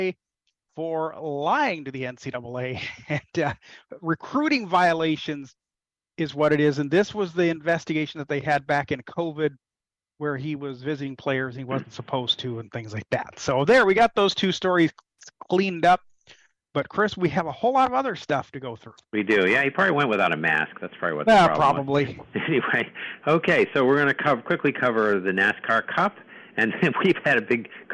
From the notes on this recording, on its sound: take your live calls